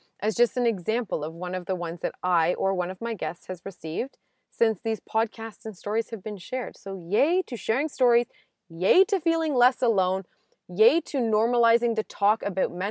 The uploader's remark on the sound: Another day, another drive, another roadside recording!